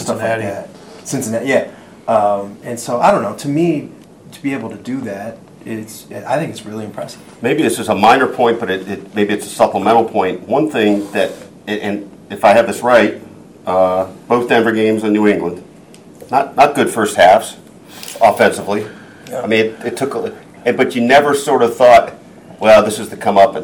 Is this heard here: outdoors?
no